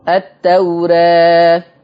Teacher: يلزم من تقليل الألف ترقيق الراء، أصل اللي هيقلل الألف مستحيل يعرف يفخم راء.